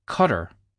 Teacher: rather than an explosive T sound like in time, you have a flap of the tongue